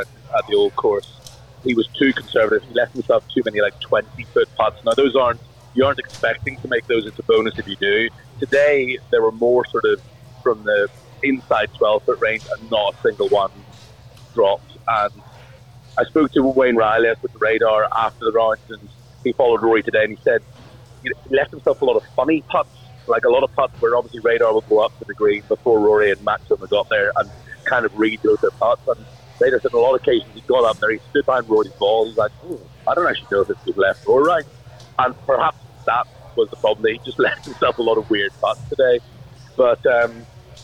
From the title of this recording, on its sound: LIVE from Royal Liverpool